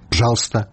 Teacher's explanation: там у моўнай плыні ненаціскныя галосныя для эканоміі могуць зусім прападаць